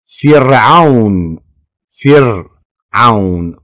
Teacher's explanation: الراء هنا ساكنة والفاء مكسورة ترقق